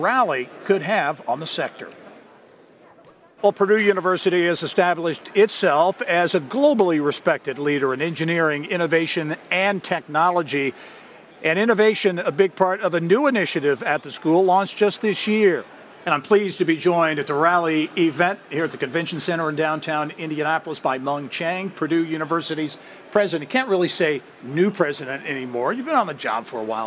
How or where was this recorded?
busy venue